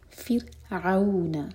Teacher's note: فر، زبان کے صرف ٹپ یوز کریں گے. فرعون، عین حلق سے اور مد لین